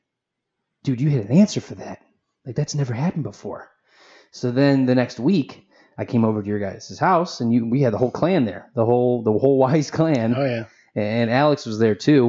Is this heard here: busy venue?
no